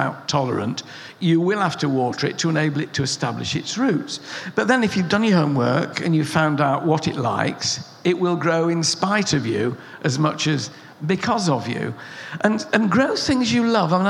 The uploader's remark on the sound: Recorded at BBC Gardeners’ World Live. The audience listened.